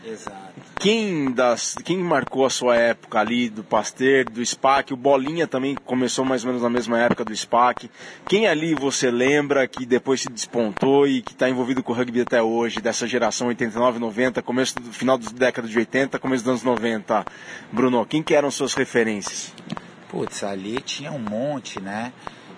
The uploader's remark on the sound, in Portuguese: O papo, gravado em um café semanas atrás